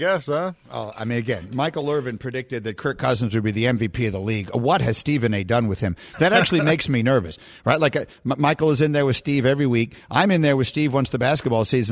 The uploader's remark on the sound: In studio. We open the phones.